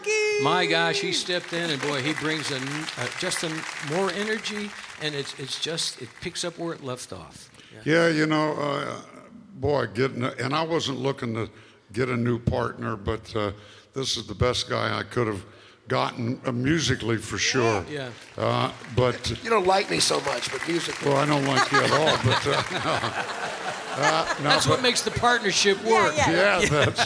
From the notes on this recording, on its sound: Live at the South Point Casino